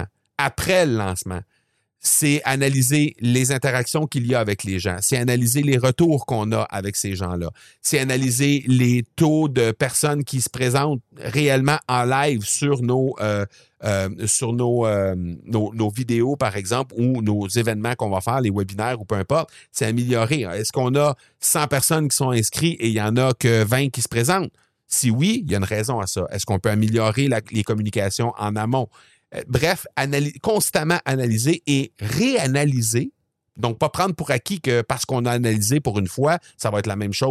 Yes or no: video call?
no